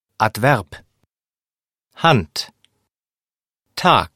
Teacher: Konsonanterna B, D och G i slutet av ett tyskt ord uttalas oftast som P, T eller K. Det kallas Auslautverhärtung, som ungefär betyder förhårdnat ljud.